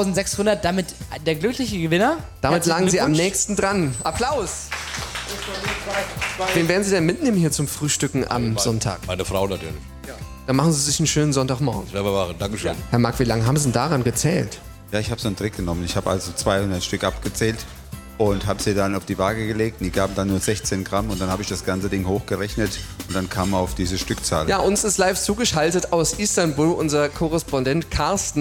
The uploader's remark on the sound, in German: Wir haben live aus dem Café vom Bäcker Mack in Butzbach gesendet. Die beiden Moderatoren versuchten sich als Bäcker in der Backstube.